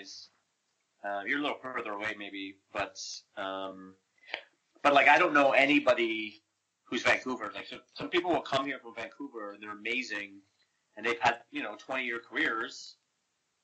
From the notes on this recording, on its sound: There are a few sound issues this episode but the show must go on.